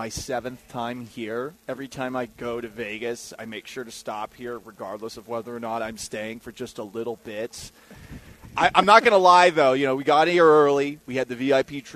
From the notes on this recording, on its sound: LIVE from Circa Resort & Casino in Las Vegas!